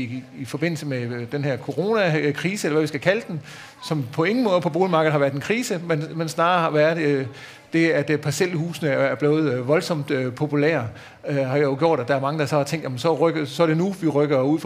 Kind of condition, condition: setting, live audience